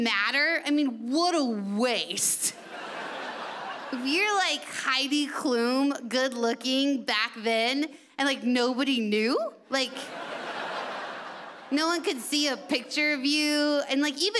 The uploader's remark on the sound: delivers at the Montreal Festival